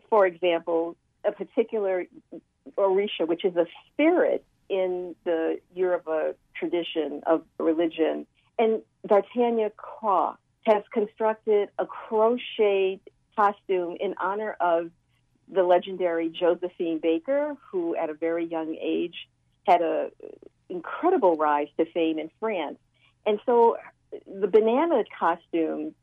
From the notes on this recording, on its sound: joins us by phone